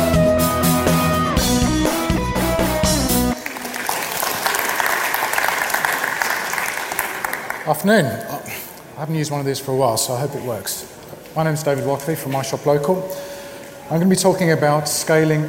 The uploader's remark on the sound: This week’s internet marketing podcast shares a talk from the BrightonSEO conference which took place in April.